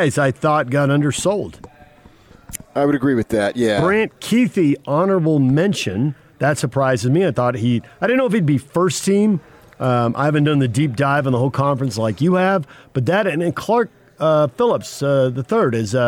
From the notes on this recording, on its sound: live at Pac-12 Media Day